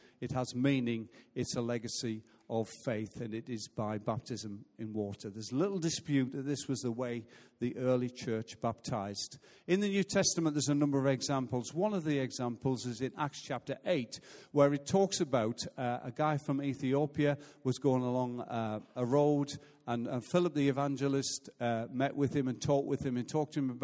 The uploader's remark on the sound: Recorded live at Life Church on Sunday 17th April 2016.